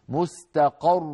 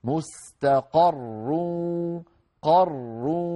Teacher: مشددة عبارة عن راء ساكنة أدغمت في راء مضمومة منونة، مستقر، فالراء الأولى مدغمة في الثانية، لكن الأولى ساكنة والثانية مضمومة، فلا نضم الشفتين مبكرا · Shown in: second take · يعني لا نقول مستقر، هذا الضم ما يصح عند الراء